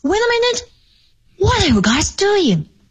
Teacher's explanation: 这个 doing 这样的句子啊，其实由于我们这句话的使用者是 Chris Rock 黑人，所以他这句话呢降调为主